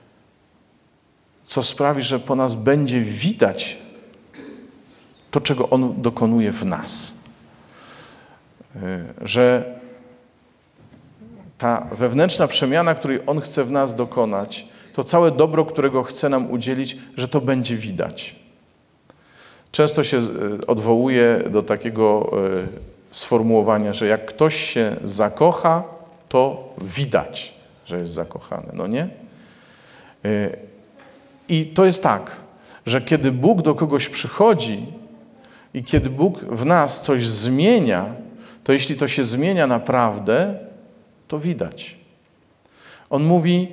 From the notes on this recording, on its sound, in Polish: Posłuchajcie Liturgii Słowa z Błotnicy, nagranej w Niedzielę Chrztu Pańskiego!